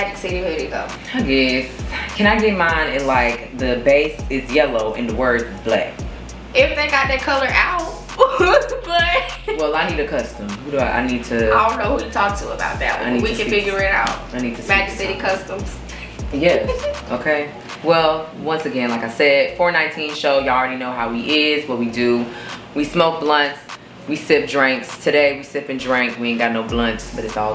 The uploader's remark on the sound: Sorry, this sound is a little janky as well.